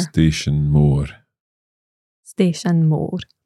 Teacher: it's quite drawn out. It's got an accent on the O, more. So we emphasise it a little bit more.